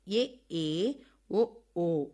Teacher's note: நடு உயிர் ஏ ஏ ஓ ஆகிய உயிரெழுத்துக்களை உச்சரிக்கும் போது நாக்கு மேல் கீழ் இரண்டும் அற்ற நடுநிலையில் நிற்கின்றது. இதனால் இவற்றை நடு உயிர் என்பர்.